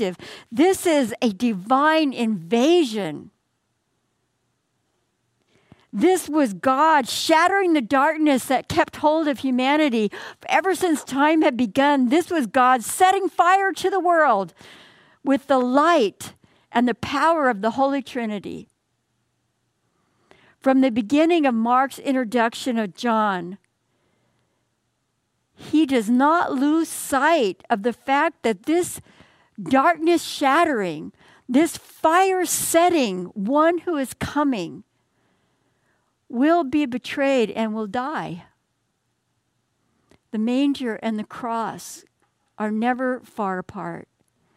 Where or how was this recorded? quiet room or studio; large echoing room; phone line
large echoing room